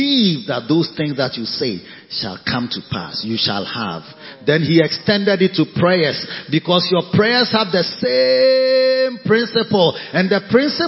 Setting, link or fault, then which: setting, large echoing room